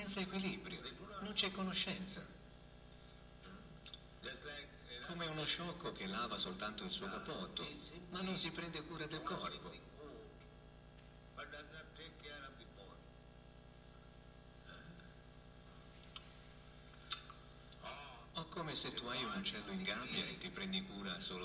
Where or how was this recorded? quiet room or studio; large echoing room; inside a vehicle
large echoing room